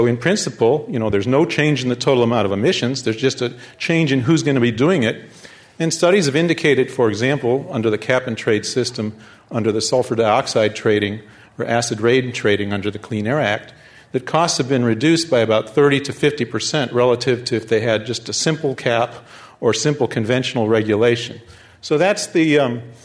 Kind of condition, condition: setting, live audience